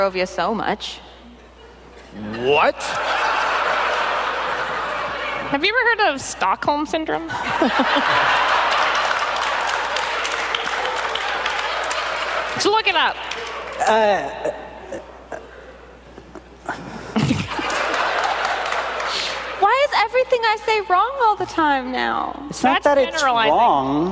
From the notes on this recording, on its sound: live from PAX Unplugged 2018